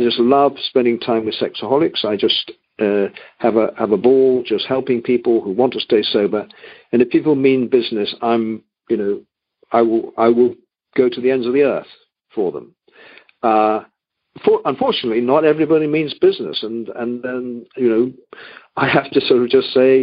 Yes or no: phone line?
yes